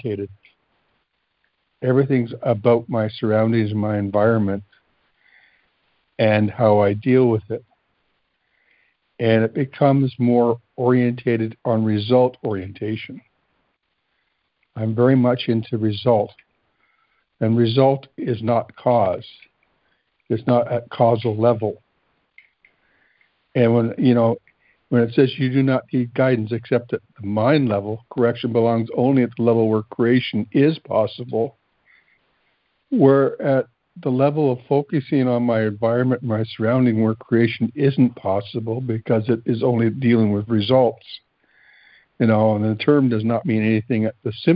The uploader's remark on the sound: ACIM Daily Conference Call